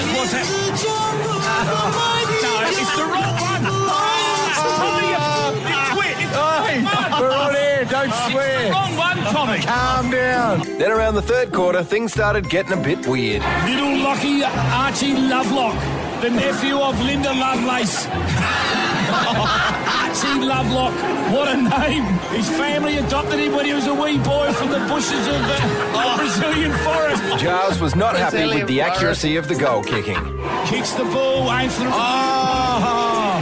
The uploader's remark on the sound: We're broadcasting live from Alberton Oval for the 'summer Showdown’